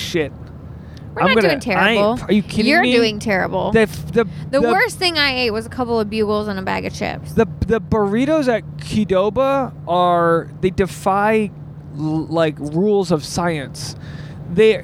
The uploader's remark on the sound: This episode was recorded on Route 73 eastbound.